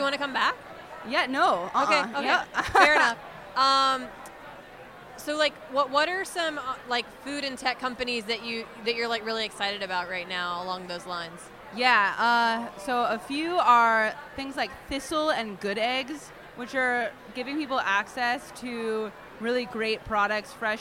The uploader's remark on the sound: at the Good Food Mercantile 2020